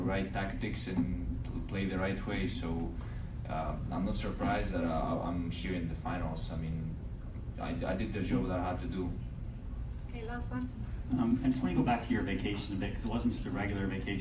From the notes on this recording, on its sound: Media Scrum Interview. After the Final of the RogersCup.